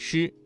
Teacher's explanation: 舌尖翘起，靠近硬腭后部，形成狭窄通道，气流通过时不形成完全的阻塞 · Term: 翘舌音